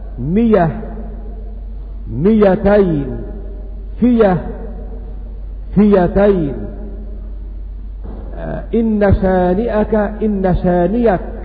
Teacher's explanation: الهمزة إذا وقعت مفتوحة بعد كسرة فإن همزة في حال الوقف يبدلها ياء خالصة